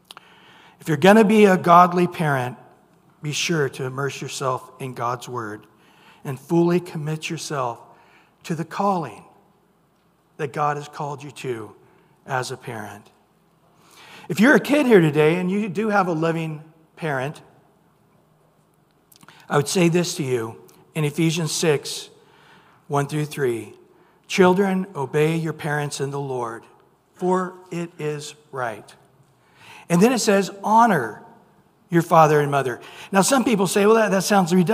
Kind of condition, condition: setting, large echoing room